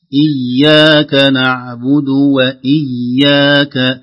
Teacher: الياء فيها شد فيها زمن طويل